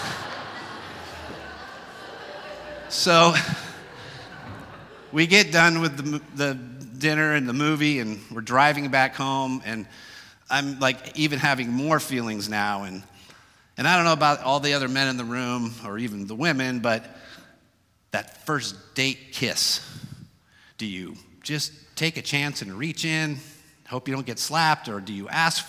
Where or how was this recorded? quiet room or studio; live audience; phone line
live audience